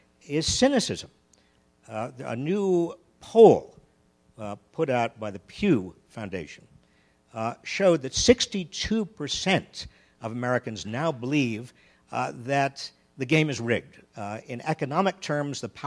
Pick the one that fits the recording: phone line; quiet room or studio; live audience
live audience